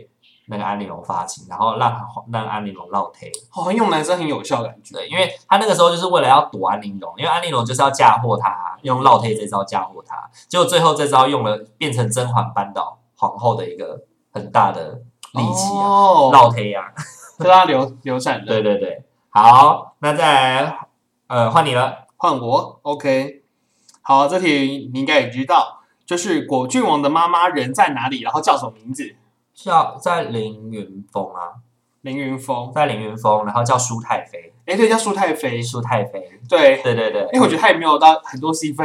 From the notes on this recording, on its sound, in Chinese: 抱歉這一集因為錄音設備設定問題，導致聲音不盡理想